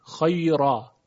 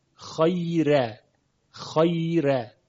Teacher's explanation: در تمام قرائات در حالت وصل حرف را تفخیم میشه چون مفتوحه · Shown in: first take